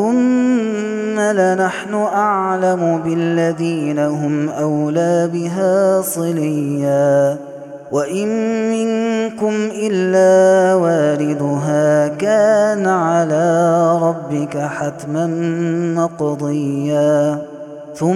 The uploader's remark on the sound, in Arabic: هذا التسجيل من صلاة التراويح. Ramadan 2021.